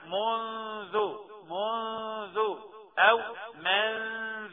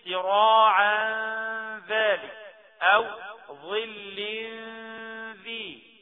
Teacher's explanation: الغنة هنا مرققة، سهلة خالص، مش صعبة ولا حاجة.